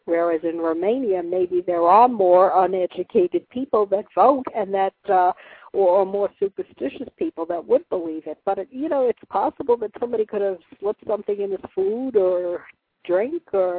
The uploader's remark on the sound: live call-in radio talk show